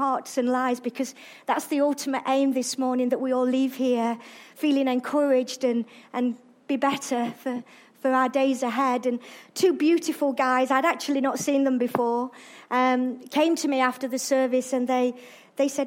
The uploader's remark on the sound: Arena Church Ilkeston